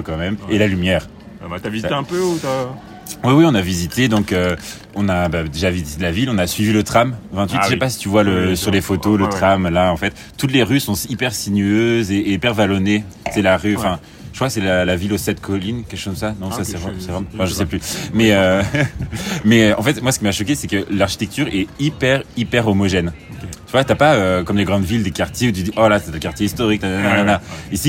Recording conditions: outdoors